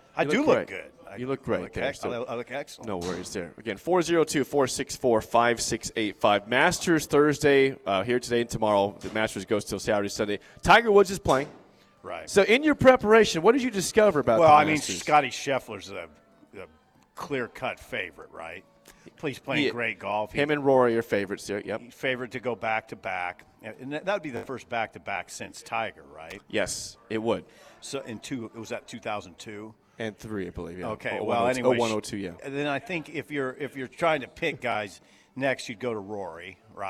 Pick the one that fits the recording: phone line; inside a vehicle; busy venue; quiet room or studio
busy venue